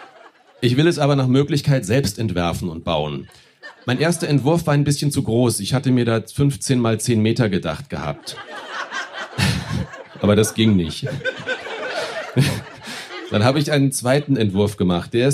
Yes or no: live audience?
yes